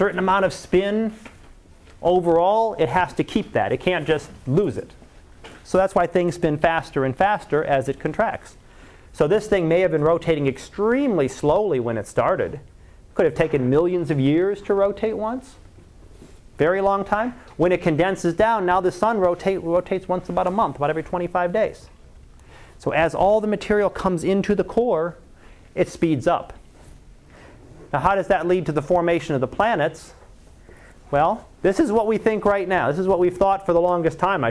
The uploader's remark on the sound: Live Class Lecture